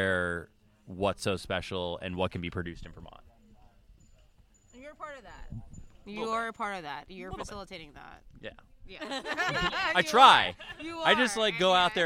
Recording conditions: outdoors